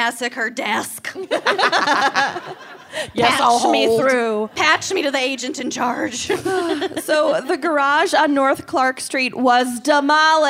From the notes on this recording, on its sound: (Chicago LIVE!). Live from Chicago.